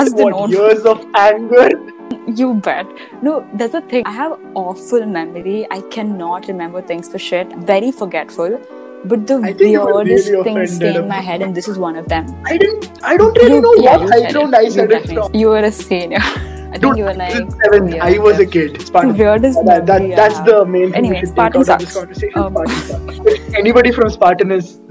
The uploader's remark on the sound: the app decided to bite me in the ass again by messing up the audio